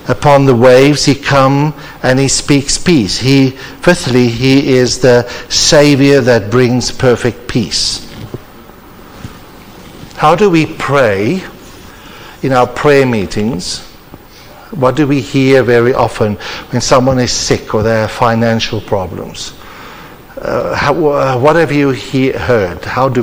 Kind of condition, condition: setting, large echoing room